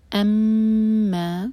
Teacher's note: میم پر شدہ. یہاں غنہ کریں گے اور دو حرکہ لمبا کریں گے. میم کو ہول کریں گے 2 سیکنڈز.